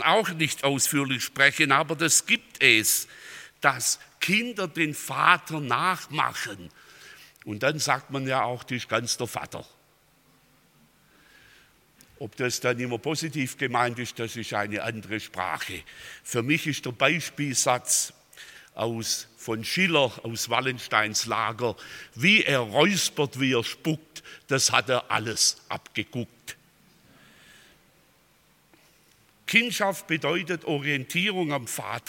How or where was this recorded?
large echoing room